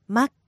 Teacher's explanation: Notice that you hold the K in there.